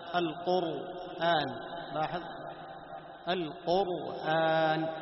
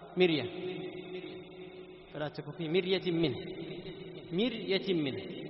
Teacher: الراء الأولى كانت موصوفة بماذا؟ التفخيم، بينما الراء الثانية موصوفة بماذا؟ بالترقيق